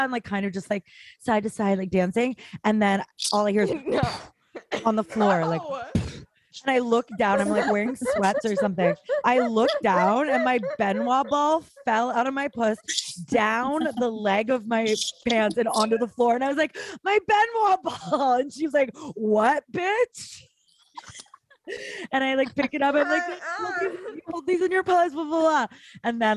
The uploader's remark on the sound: Sit down over zoom.